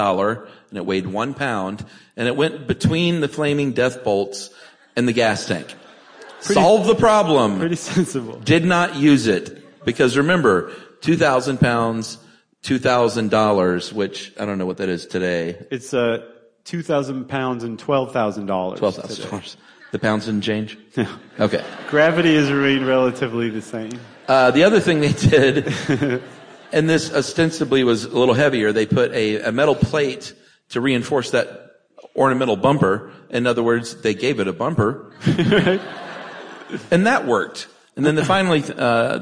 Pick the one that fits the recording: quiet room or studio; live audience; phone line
live audience